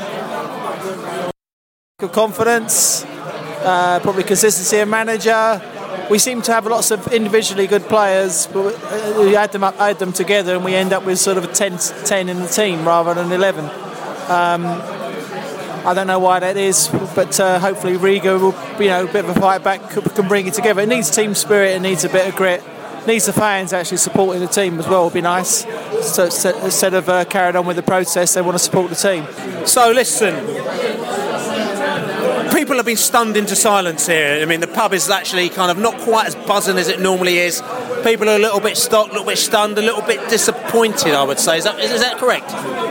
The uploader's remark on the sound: Post-match podcast from the pub. We speak to Brentford and Charlton fans in the pub after the match.